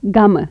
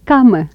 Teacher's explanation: Velar stops, voiced and voiceless